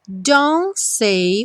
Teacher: o T aí sumiu completamente